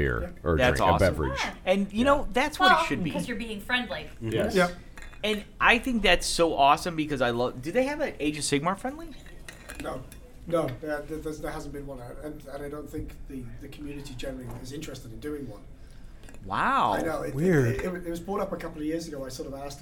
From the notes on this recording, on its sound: Adepticon #6 LIVE. We’re back at Adepticon for another chaotic live recording.